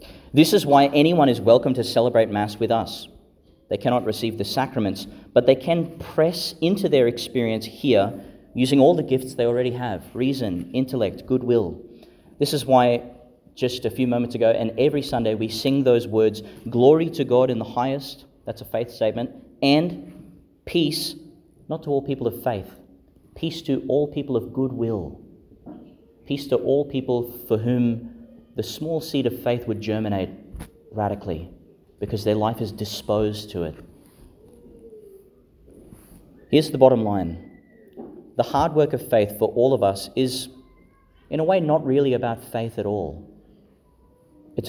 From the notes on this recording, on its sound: delivered (in the morning) in Our Lady Star of the Sea Church, Gladstone, Qld.